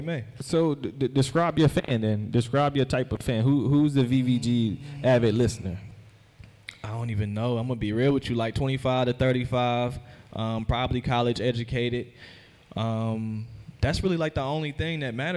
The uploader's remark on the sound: Live at BeSocial in front of an audience.